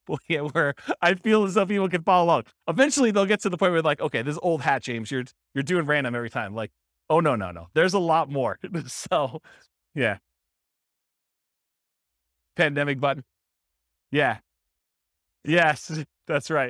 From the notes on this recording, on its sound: This was a live class recorded